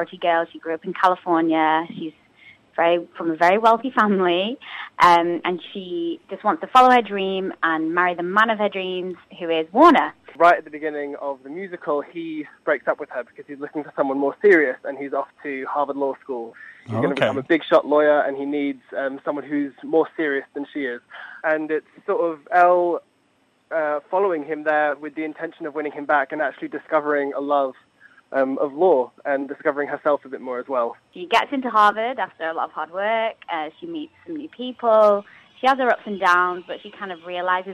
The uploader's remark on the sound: is joined on the phone